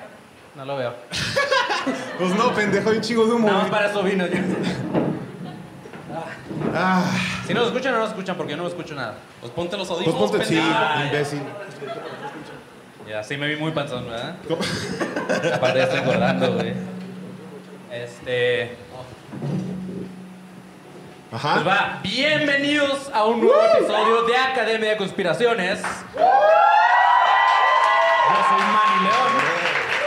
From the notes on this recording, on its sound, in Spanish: (En Vivo). Por primera vez en vivo desde el Foro 139 en la CDMX.